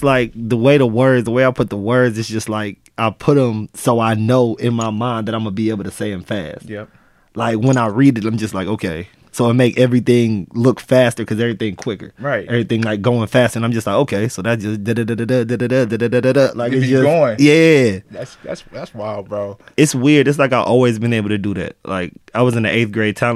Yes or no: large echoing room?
no